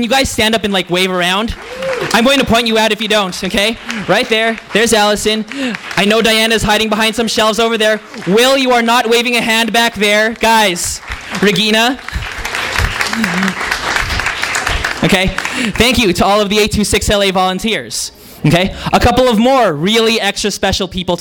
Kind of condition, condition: setting, live audience